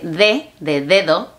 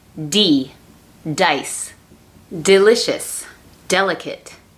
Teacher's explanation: En español se utiliza la lengua con los dientes y en inglés es un poquito atrás en el paladar de la boca. · Shown in: second take